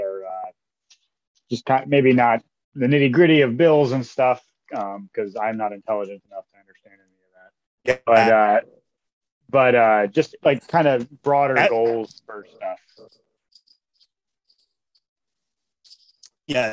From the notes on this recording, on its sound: We recorded this over zoom, while both of us had relatively slow internet connections, so apologies for any issues with the audio.